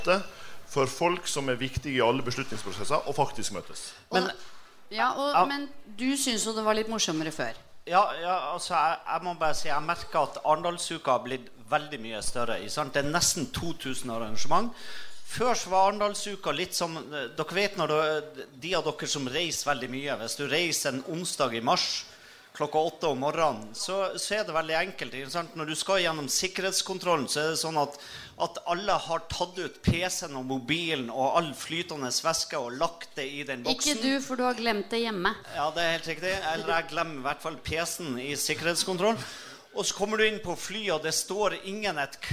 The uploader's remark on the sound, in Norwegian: Arendalsuka: På innsiden - Live. Livepodkast fra Arendalsuka.